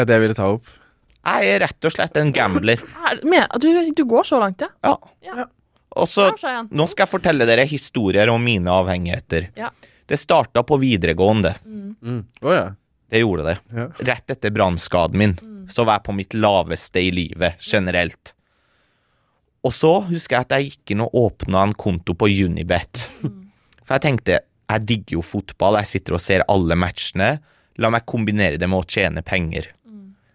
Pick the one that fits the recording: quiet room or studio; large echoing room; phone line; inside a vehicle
quiet room or studio